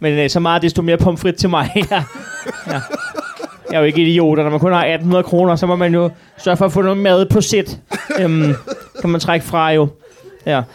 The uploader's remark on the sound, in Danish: Live fra Citizen i København. Ugens show er optaget på Citizen i hjertet af København foran et spillevende publikum.